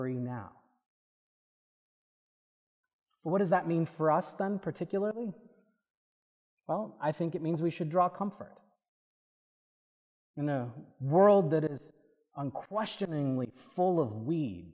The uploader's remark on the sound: This is a recording from the service of Holy Communion according to the Book of Common Prayer (1662) on July 23, 2023 (Seventh Sunday After Trinity).